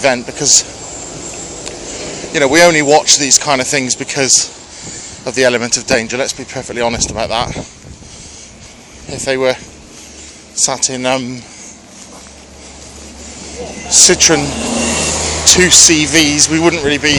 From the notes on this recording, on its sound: Join me on another walk to work.